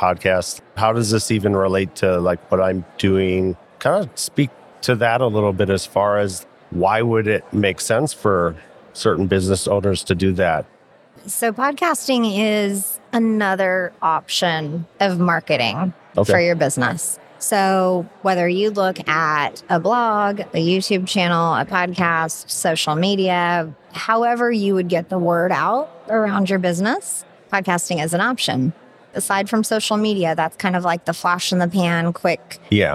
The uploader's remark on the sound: I tried something new this year at FinCon — recording live from the FinCon Podcast Booth.